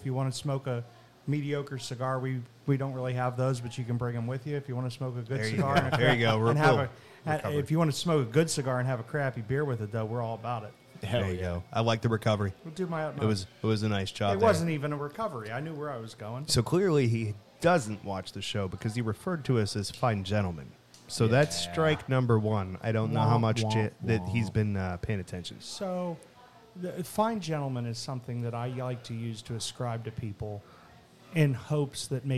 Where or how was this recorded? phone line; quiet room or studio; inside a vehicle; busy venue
busy venue